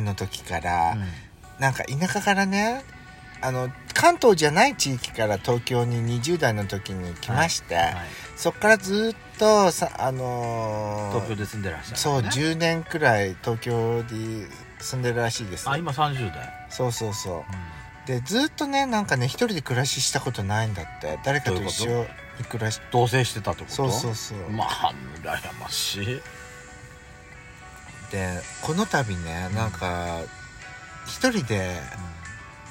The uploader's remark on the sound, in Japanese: 2人組。パーキング収録。